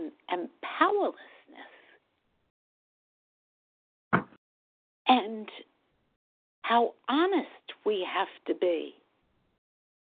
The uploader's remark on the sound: from the 100 Pounders Phone Meeting, 1/20/24